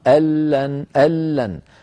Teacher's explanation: الآن الكلام على كلمتين جديدتين، كلمة أن مع كلمة لن، أن مع كلمة لن، أن لن، أن آخرها نون ساكنة، لن أولها لام، فاجتمع في النطق نون ساكنة بعدها لام، ونحن نعلم بأن النون تدغم في اللام · Term: مدغمة